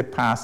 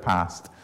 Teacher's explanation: where you have this cluster of consonants, ST, or ND, that's reduced where you lose the final T or D. · Shown in: first take